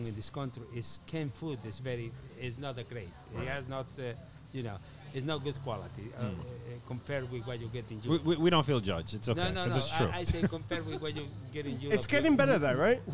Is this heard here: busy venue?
yes